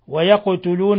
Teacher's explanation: القاف حرف ساكن يقلقل